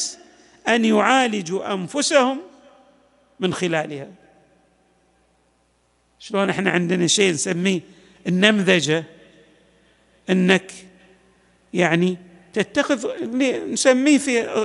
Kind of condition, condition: setting, large echoing room